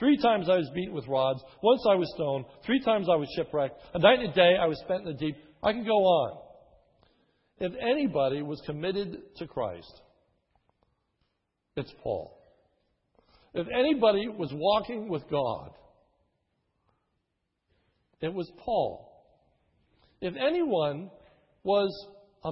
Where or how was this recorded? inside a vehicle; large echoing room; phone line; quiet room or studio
large echoing room